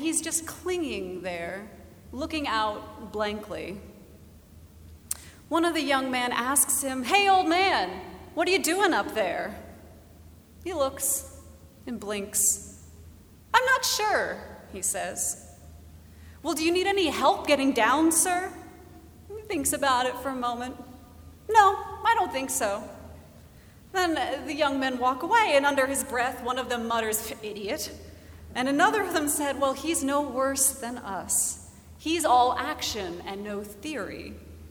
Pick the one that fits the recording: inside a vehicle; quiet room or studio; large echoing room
large echoing room